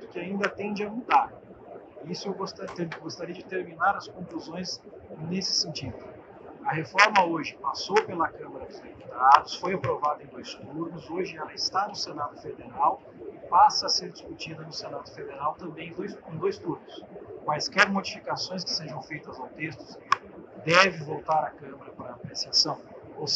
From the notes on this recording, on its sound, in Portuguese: Pedimos desculpa pela qualidade do áudio, que foi gravado em meio a ProWine.